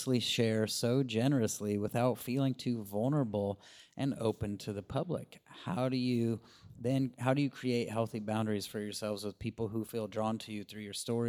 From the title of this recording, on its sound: LIVE from the Imperfect Parenting Conference